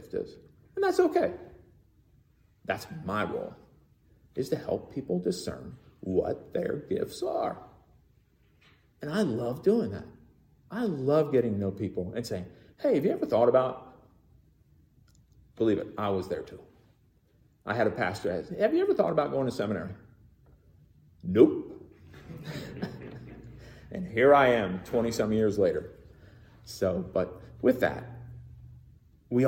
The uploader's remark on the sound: Recorded in the MPPC sanctuary